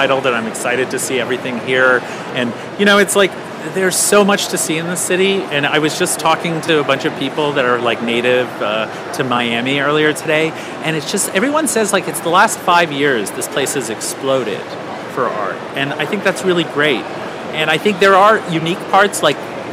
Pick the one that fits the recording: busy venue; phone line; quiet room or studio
busy venue